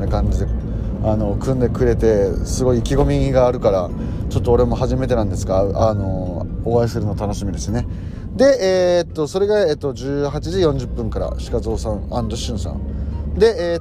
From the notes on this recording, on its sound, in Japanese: ボイスメモでの録音。